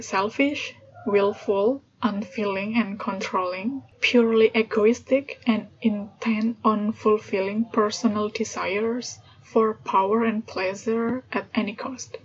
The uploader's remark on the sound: Sorry about the noisy background